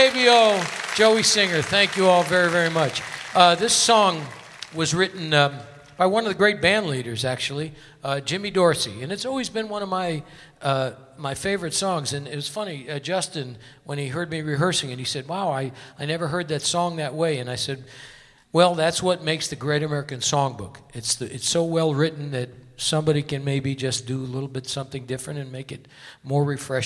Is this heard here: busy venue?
yes